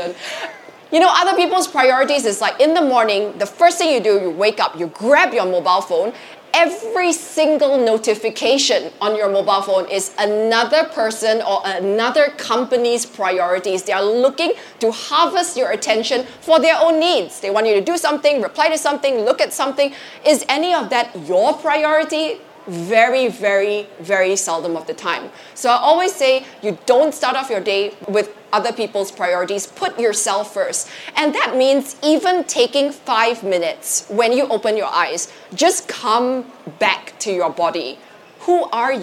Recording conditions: busy venue